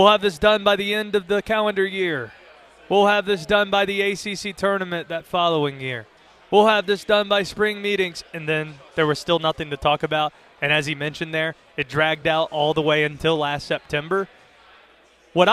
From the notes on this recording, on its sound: live from ACC Kickoff in Charlotte